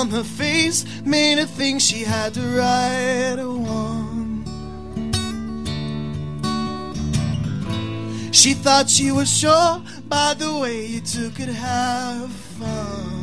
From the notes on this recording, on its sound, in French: Premier participant du concours Montre tes talents au Sacrilège. En direct du bar le Sacrilège.